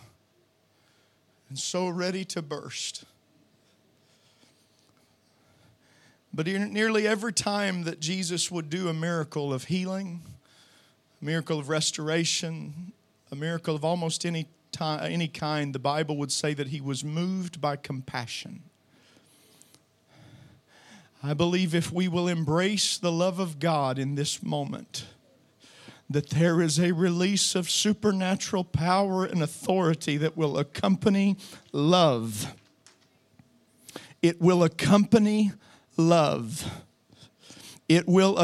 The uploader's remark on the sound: Preached at Deep Calleth Deep Conference 2023, 5 Dec Morning Service